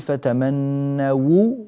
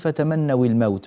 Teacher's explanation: الموت، الواو هنا تلاحظون أنها مضمومة، فهذه الضمة لابد من وضوحها، فالواو يعني أصلا تأتي بضم الشفتين وهي مضمومة أيضا، فتحتاج إلى ضم زائد فوق ضمها · Shown in: first take · فنقول فتمنوا ونضم، ولا نقول فتمنوا الموت مثلا بكسر الواو